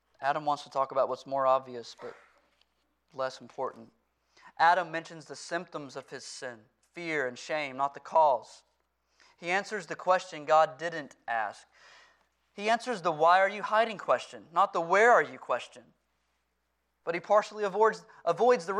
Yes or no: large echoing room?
yes